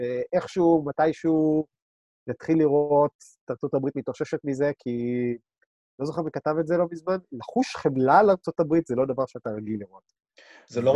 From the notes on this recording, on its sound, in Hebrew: הפרק הוקלט בתוכנת זום ויש כמה רגעים של סאונד בעייתי.